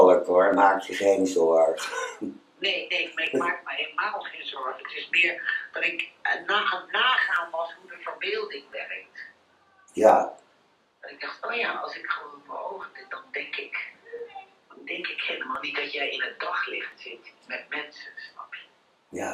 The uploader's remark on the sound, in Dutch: heb ik telefonisch contact met haar, terwijl ik in de Haarlemse galerie en public op de praatstoel zit